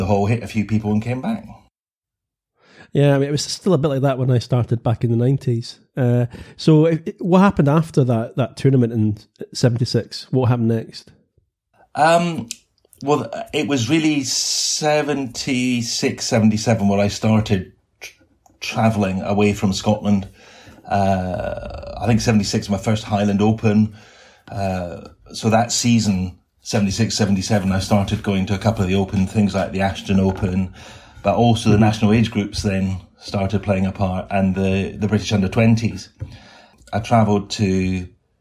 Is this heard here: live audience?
no